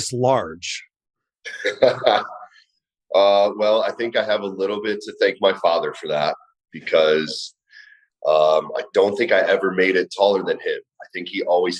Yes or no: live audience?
no